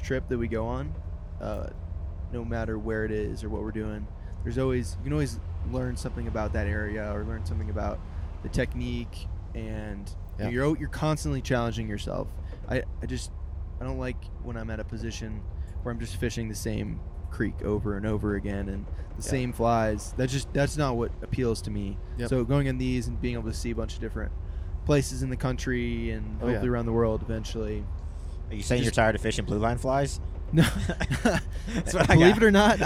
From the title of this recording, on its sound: PODCAST IN THE BUS